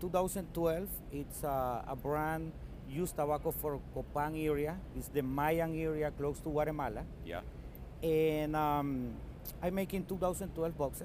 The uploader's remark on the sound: Recorded Live at the 2021 PCA Las Vegas trade show.